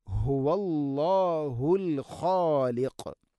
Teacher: തൊണ്ടയുടെ താഴേ ഭാഗമാണ് ഹ. ഹുവല്ലാ, ഹുവല്ലാ എന്ന് പറയരുത്.